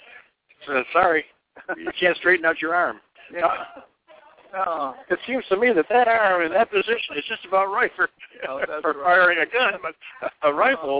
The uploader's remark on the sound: Live From Sun City Arizona - Bell Recreation Center Fun Fair